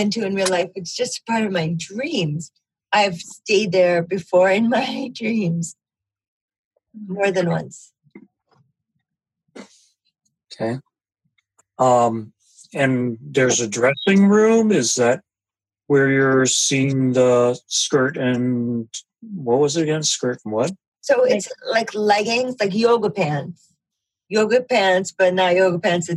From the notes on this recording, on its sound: The Dream Stream- Zoom Room Dream Group.